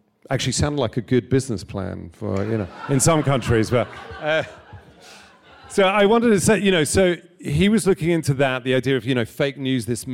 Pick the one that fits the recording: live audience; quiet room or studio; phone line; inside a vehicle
live audience